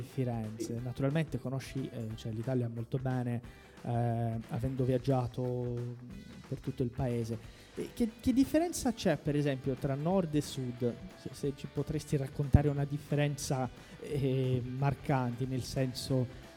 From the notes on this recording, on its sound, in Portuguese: Esta conversa foi gravada diretamente no nosso evento presencial de São Paulo